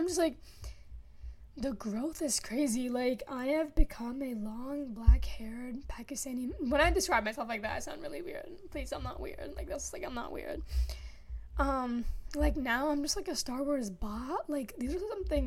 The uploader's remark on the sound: Plese ignore if i breathe into my mic or awkward moments.